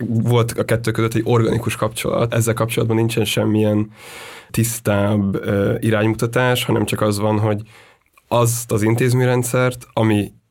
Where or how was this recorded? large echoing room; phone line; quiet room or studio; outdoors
quiet room or studio